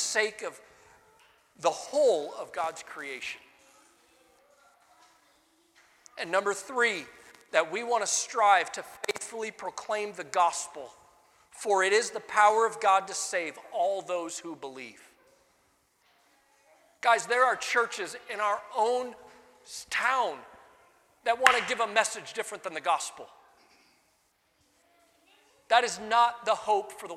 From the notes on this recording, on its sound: Sunday Morning Sermon Audio